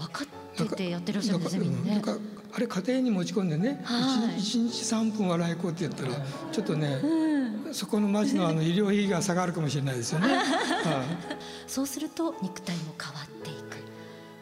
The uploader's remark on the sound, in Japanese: 山口県防府市にて行った、公開収録の模様をお届けします。